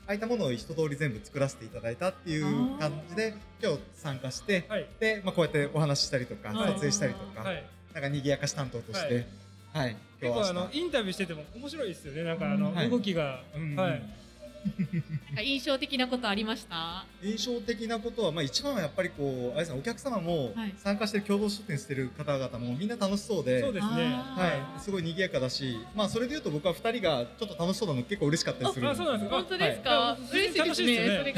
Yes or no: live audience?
yes